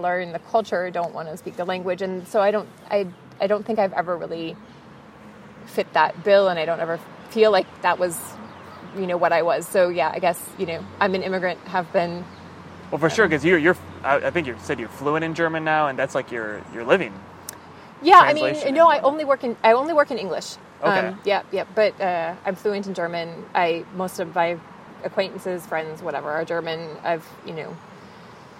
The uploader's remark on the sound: We met up a few weeks ago in park outside of the K21 art museum in Düsseldorf